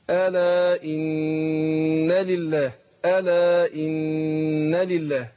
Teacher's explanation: النون المشددة هنا بتاخد غن حركتين